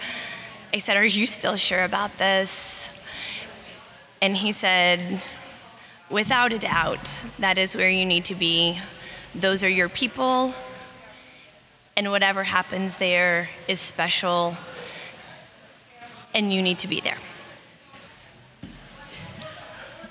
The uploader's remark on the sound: During the Conference he set up his microphone and interviewed several of the women who attended.